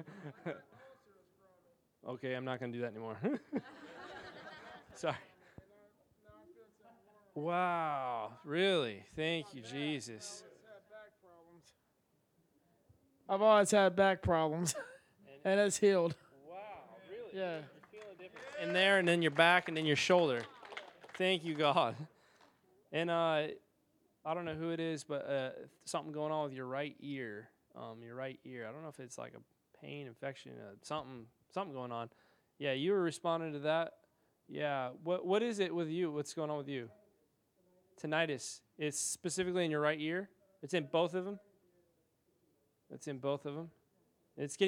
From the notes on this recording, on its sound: This is the full recording of the service.